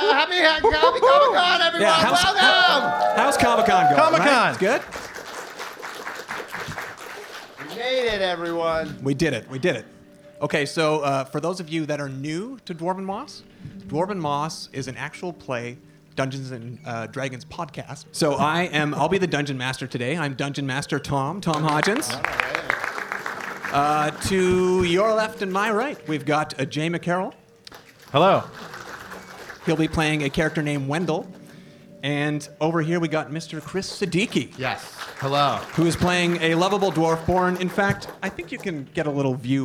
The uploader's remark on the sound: Dwarven Moss recorded a very special “LIVE” episode at Comicon Toronto